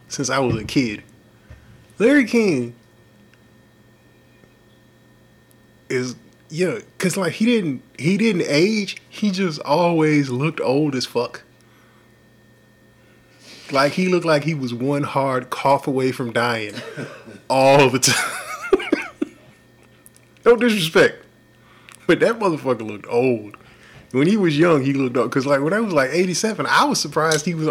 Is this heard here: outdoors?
no